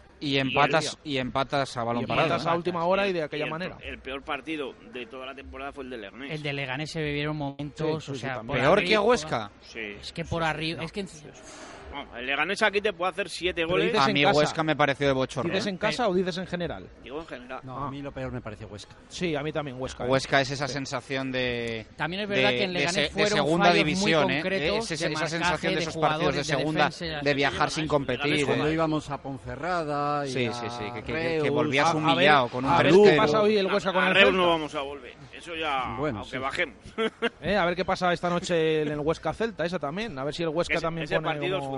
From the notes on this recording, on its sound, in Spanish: en directo desde LA FUNDICIÓN.